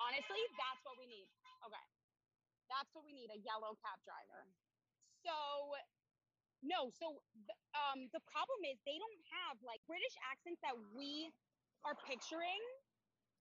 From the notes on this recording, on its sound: joins us live from a yellow cab